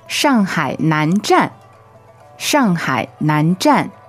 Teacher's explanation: Shanghai, of course, is fourth and then third.